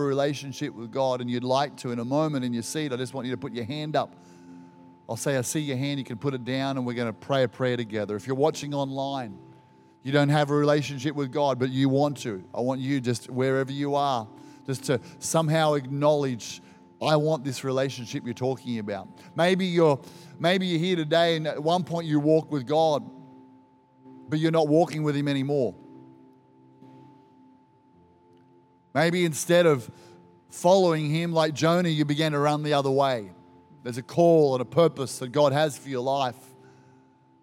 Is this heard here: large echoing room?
yes